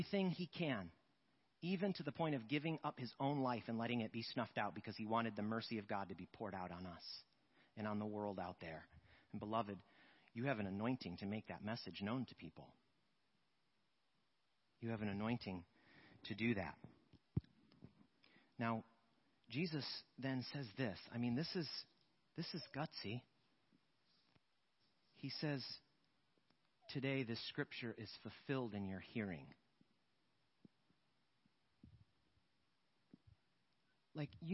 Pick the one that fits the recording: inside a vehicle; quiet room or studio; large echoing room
large echoing room